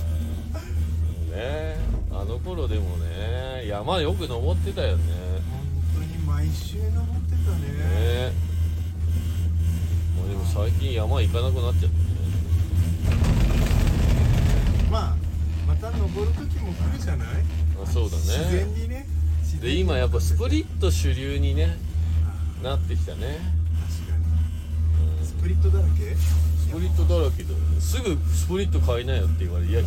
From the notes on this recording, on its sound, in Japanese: 栂池高原スキー場で滑り終了後 車の中から。